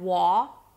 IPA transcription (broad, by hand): ˈwɔ:ɾəɹ